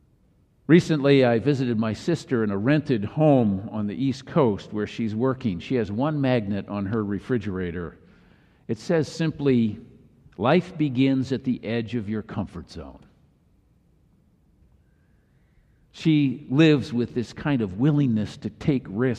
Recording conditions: large echoing room